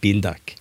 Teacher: sånn at jeg har tonelag to i begge ordene